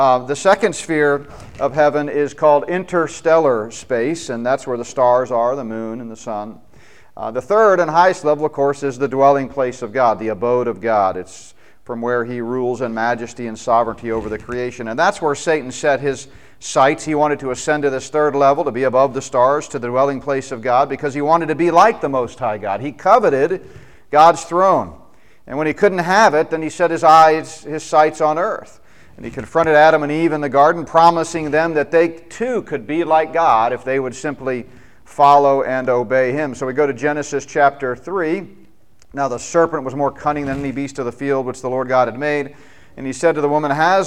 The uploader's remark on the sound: spoke at the Mid-America Prophecy Conference in Tulsa, OK